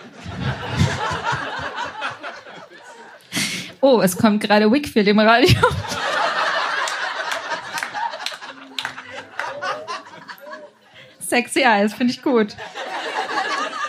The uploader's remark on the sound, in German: Einige Beiträge von unserer Show vom 07.09.2023 im Baergarten des Revier Südost. Unser tolles Publikum vor Ort.